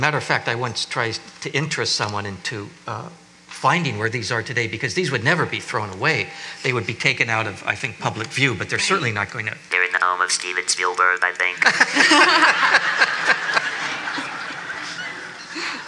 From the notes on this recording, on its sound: at a Zócalo/Getty panel